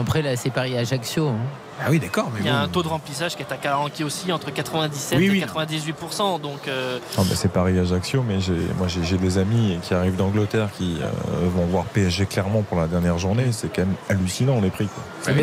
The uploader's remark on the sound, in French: en direct du Parc des Princes